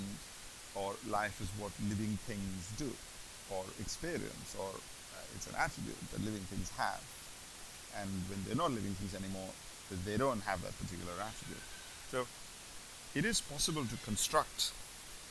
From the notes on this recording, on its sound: The audio is not great. Lots of background hiss. I am starting this thing of experimenting with how I do the audio.